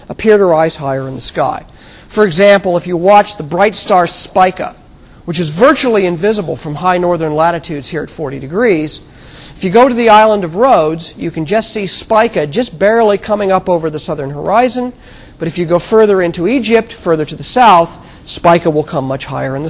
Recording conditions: large echoing room